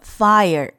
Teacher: 由双元音 i 和 a 组成的 fire，一定要发的饱满到位 · 它的元音部分是由双元音 I 和 a 组成的 fire，一定要发得饱满到位